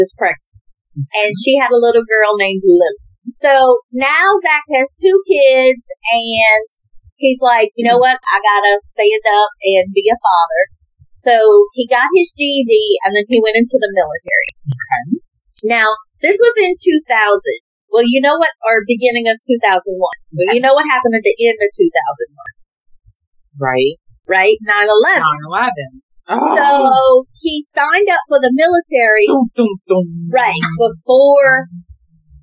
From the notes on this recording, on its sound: Excuse the audio, first timers here